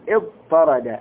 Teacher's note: طاء ساكنة ثم طاء متحركة طاءان، إذن أصلها هكذا ألف همزة وصل ثم طاء ثم تاء ثم راء ثم دال، قلبنا التاء إلى طاء فصارت طاء بعدها طاء، طاء طاء مشددة، أدخلنا الساكن في المتحرك.